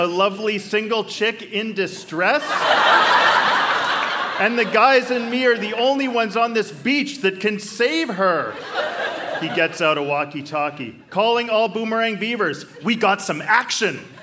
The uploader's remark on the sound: Recorded live at the Park Theatre n Winnipeg, MB.